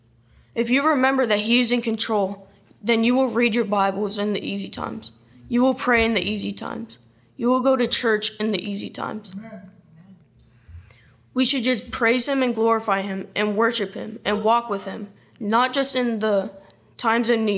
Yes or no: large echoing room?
yes